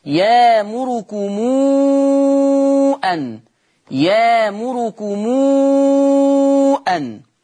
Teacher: الميم هنا ميم جمع جه بعدها الهمزة فيصل ورش هذه الميم بالإشباع. في الآية 67 يأمركم، اللي يأمركم أن هيبدل طبعا الهمزة يأمركم ويعمل صلة الميم، يأمركم أن، يأمركم أن. · Term: صلة ميم الجمع